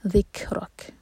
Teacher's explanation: ذکرک، ذیل کو کبھی بھی ز کا ساؤنڈ نہیں دینا، ذک نہیں ہے یہ، ذیل ہے. ذک کیف پر ہمس، اور رو ہیوی، اور اگین کیف پر جب رک رہے ہیں تو اس کیف پر بھی ہمز.